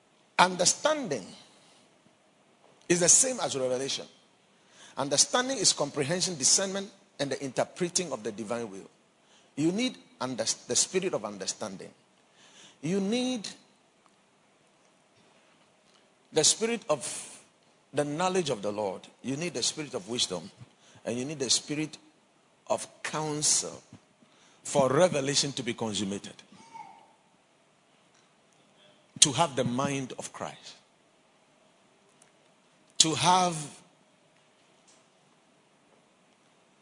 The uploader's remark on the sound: Preached at the Watered Garden Church during Days In Glory